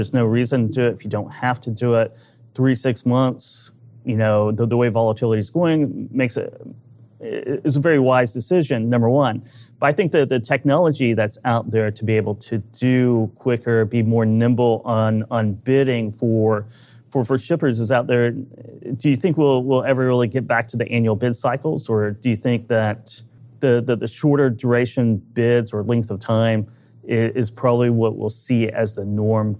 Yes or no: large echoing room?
no